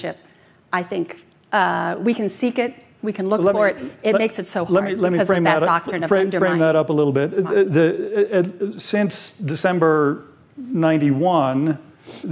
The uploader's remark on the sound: Their discussion, which takes place at the Aspen Security Forum